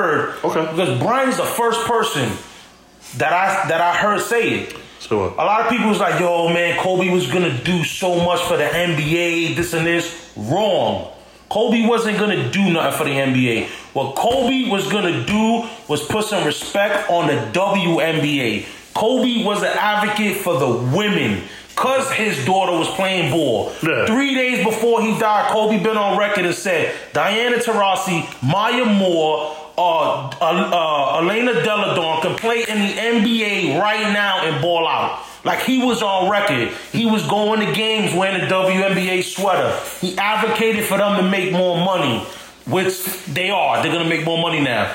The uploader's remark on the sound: We took it old school and recorded on our phones so bare with us.